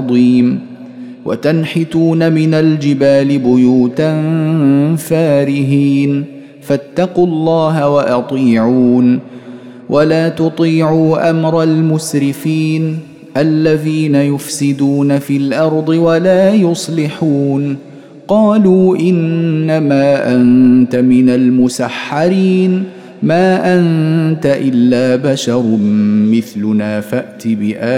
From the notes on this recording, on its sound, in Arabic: مسجل من صلاة التراويح بمسجد السلام بحي مشرفة بجدة.